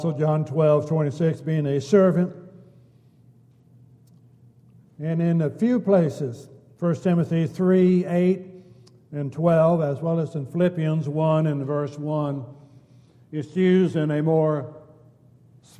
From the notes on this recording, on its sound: Downtown Church Of Christ Audio Sermon.